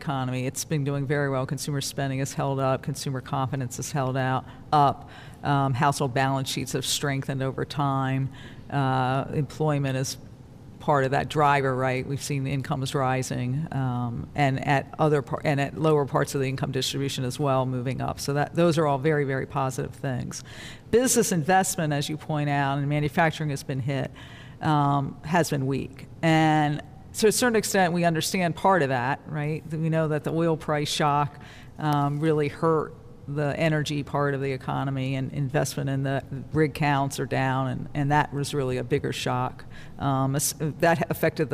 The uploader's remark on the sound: Live from the Federal Reserve Bank of Cleveland.